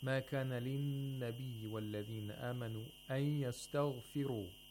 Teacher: We have idgham ma'al ghunna. The noon sakina is not pronounced, and the ya is pronounced with both tashdeed and ghunna. Of course, in the Uthman Taha codex or script, we don't have tashdeed above the ya or waw whenever idgham takes place into these two letters.